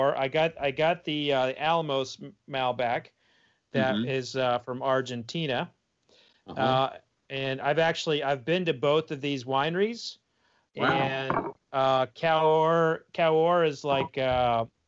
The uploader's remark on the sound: Over Skype and with wine.